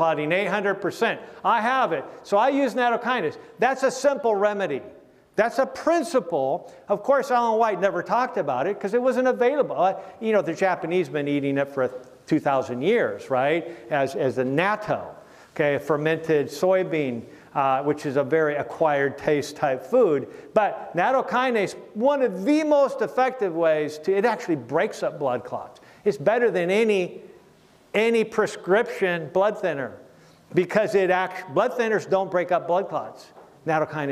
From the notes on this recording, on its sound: message from our recent Right Arm Revival Conference